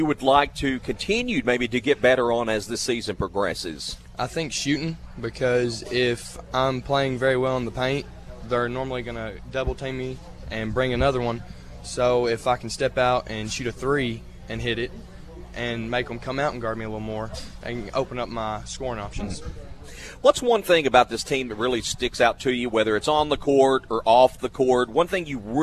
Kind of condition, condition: setting, busy venue